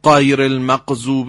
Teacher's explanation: حرف غین نباید مثل قاف بشه، غیر المغضوب، نه غیر. صدای غین قابلیت کشش داره، باید یه مقداری زبون رو از مخرج قاف فاصله بدیم، هوا از فاصله انتهای زبان و سقف دهان، از اون فاصله کم که عبور میکنه، ما صدای سایش هوا رو میشنویم و در نتیجه صدای شنیده خواهد شد.